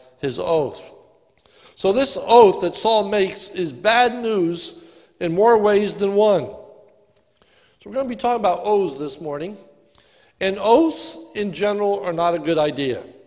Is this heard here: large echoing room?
yes